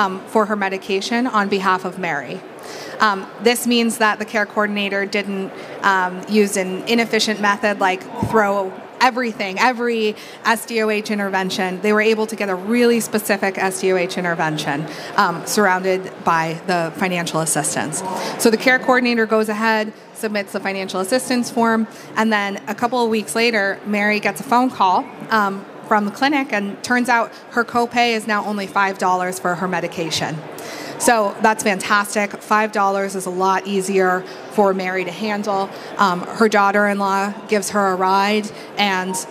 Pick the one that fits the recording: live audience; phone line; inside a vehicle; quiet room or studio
live audience